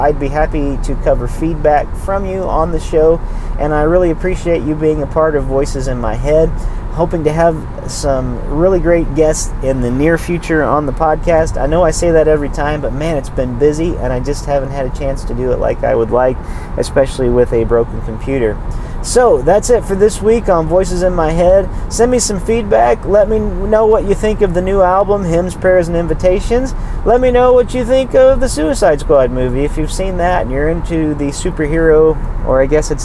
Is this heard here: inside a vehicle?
yes